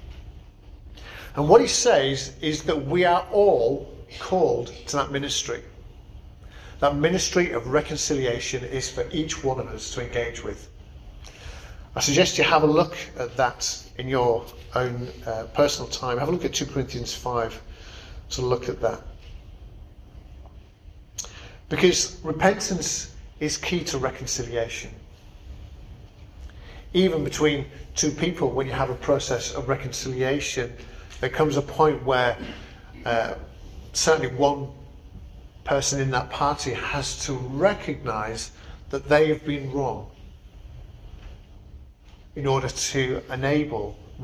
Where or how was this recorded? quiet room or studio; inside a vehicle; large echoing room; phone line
large echoing room